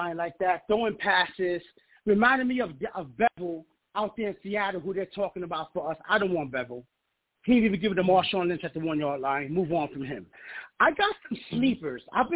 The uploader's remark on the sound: I take live callers!